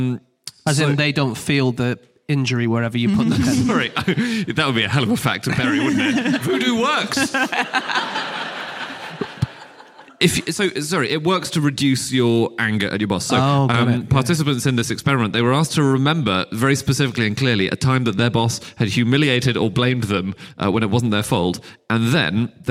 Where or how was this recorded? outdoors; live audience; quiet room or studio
live audience